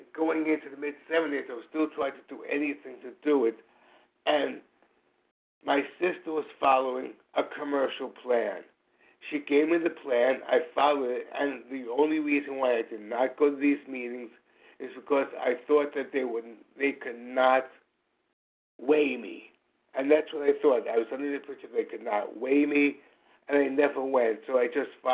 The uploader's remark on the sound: From the 100 Pounders Phone Meeting.